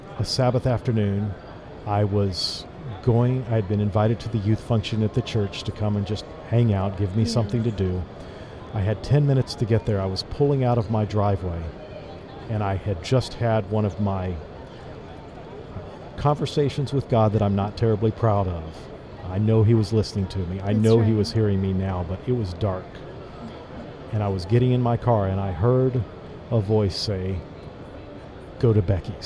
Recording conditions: busy venue